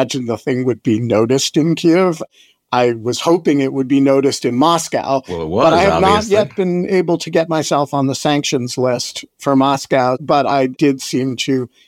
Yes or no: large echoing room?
no